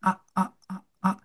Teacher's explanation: er hat im Kehlkopf immer diesen sogenannten Glottisschlag gemacht